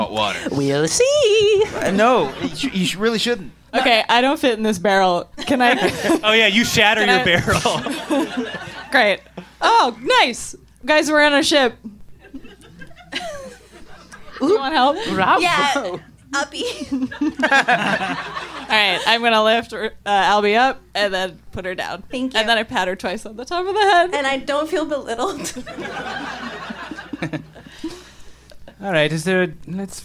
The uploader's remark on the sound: LIVE at Union Hall.